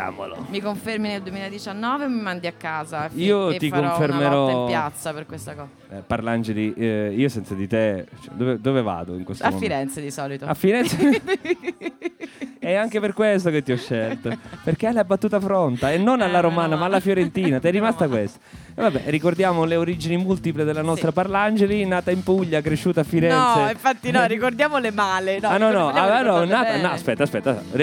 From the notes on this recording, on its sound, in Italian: Registrato dal vivo